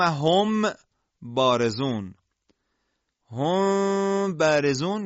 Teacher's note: این حذف به این معنا نیستش که غنه میم هم حذف میشه، یعنی لبها که مخرج حرف میم هستند به هم نمیچسبند، به جاش غنه حرف میم باقی میمانه که دو حرکت هست و پس از دو حرکت حرف با ادا میشه · Term: اخفاء شفوی